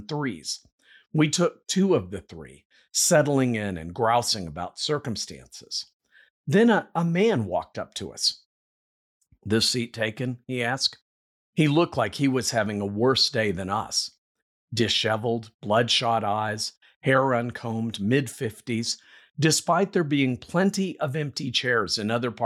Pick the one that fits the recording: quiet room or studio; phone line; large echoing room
quiet room or studio